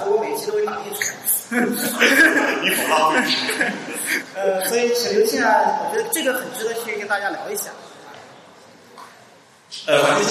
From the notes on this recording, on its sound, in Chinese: 后信息时代 大会年末于广州落下帷幕。本期节目播出现场录音，以飨未能到场的听众。在广州摩登大道时尚集团跨界艺术馆举办。